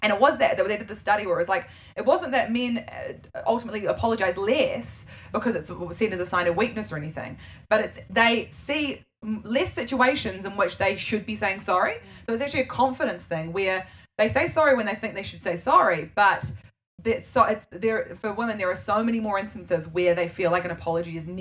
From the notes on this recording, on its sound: it's the worst sound quality yet